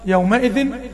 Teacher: يبقى الميم دي فيها غنة رقم واحد يومئذ، الميم في يومئذ الميم المتحركة فيها غنة أصلية